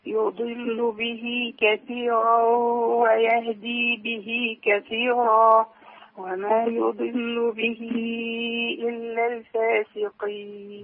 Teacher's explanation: لكن برضو ما بالغش أوي في تفخيم الضاد